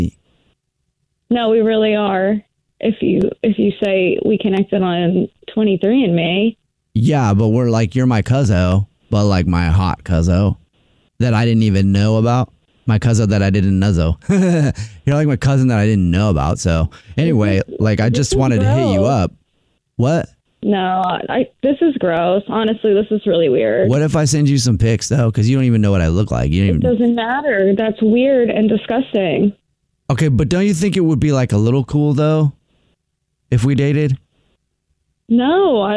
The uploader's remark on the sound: set-up a friend or family member to wake up with The Jubal Show, phone prank style